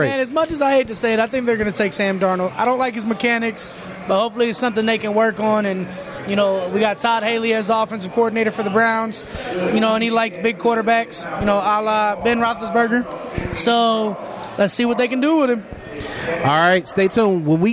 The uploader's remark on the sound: Jack Cleveland Casino special. Taped at Jack Cleveland Casino, in the heart of downtown Cleveland.